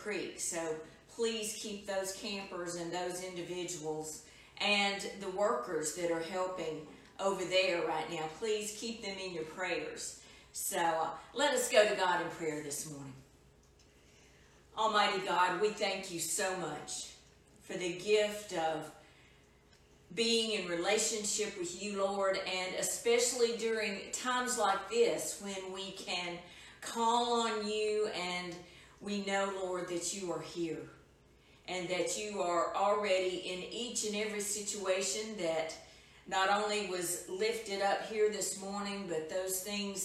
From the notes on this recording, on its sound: Edited version of live worship service from April 19, 2020